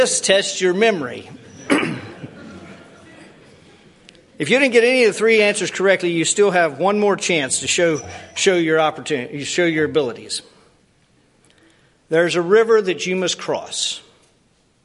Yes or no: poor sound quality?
no